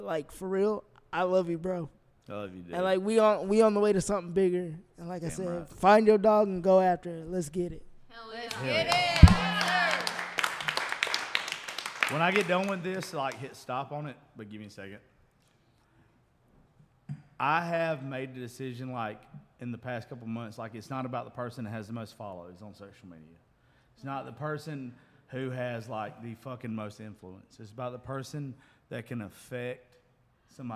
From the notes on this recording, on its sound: Holiday Special Live From Sophia's.